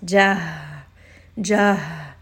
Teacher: So you can hear it's a little bit of a heavier sound coming from down in the chest.